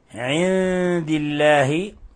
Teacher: نون ساكنة جاء بعدها حرف الدال، الحكم التجويدي إخفاء حقيقي